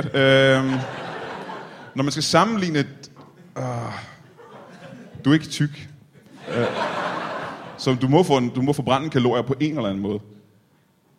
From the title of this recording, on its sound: Comedy Zoo LIVE